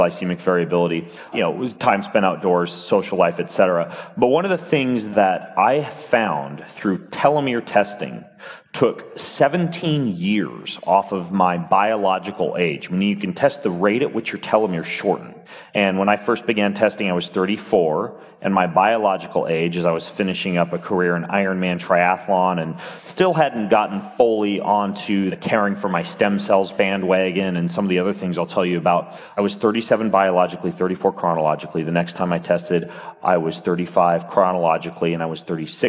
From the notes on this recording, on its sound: on stage at Mindvalley University Tallinn